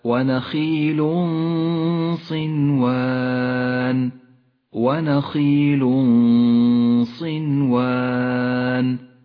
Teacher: الغنة مفخمة هنا لأن حرف الصاد الذي بعد التنوين حرف مفخم، والغنة تتبع ما بعدها في الترقيق والتفخيم.